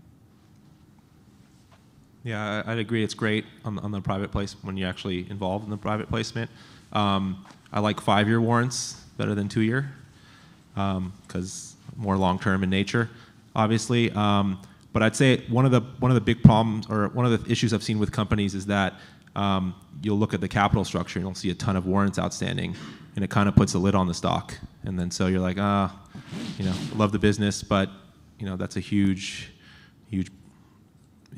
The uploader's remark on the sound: Planet MicroCap Podcast: LIVE panel recording that we did last week at the Planet MicroCap Showcase 2023 at the Horseshoe Hotel & Casino in Las Vegas